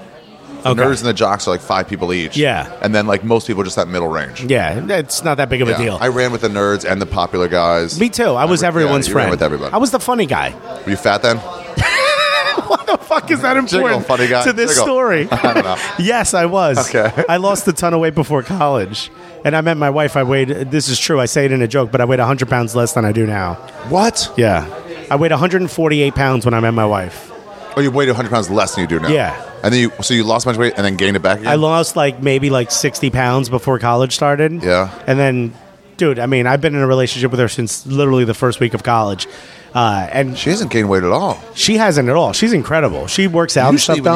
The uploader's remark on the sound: It's an on location style podcast through the streets of Manhattan and Brooklyn.